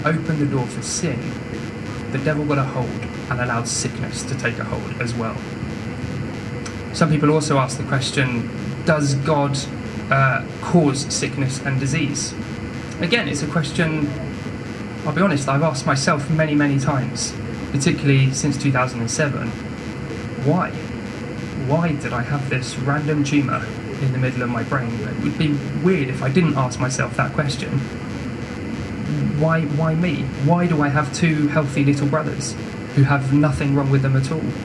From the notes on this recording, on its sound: We apologise for the technical recording issues in this week's episode!